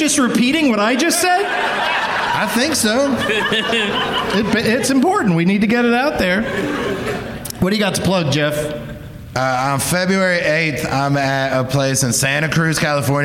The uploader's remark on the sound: Live from the LOL Comedy Club in San Antonio.